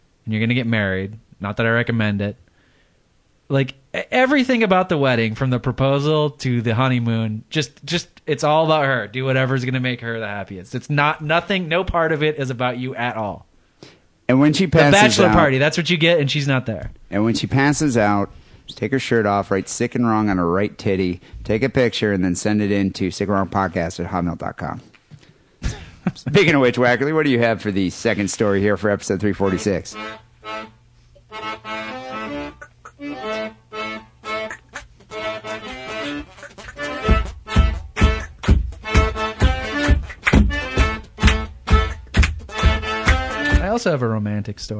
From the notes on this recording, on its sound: Phone calls.